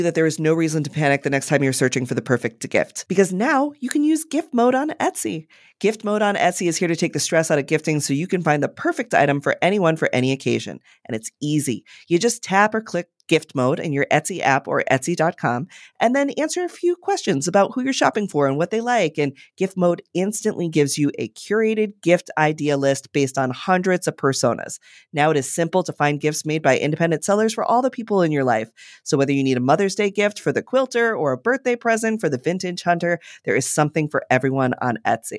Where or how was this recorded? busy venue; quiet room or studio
quiet room or studio